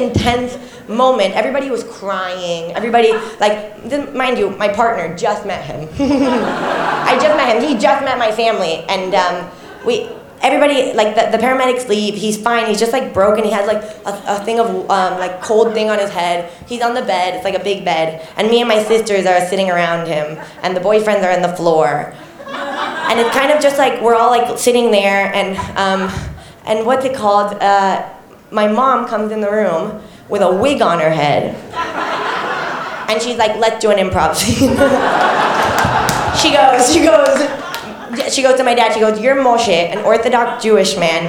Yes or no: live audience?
yes